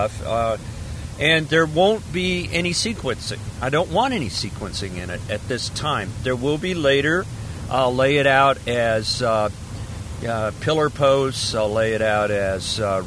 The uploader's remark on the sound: Fibro Podcast From A Car. Driving back from a multispecialty conference.